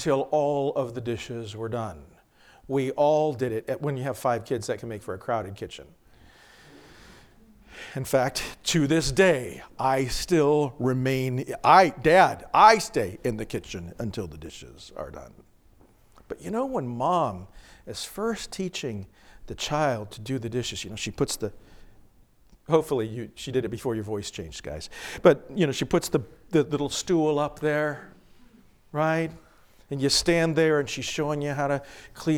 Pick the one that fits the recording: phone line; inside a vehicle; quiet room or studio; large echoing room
large echoing room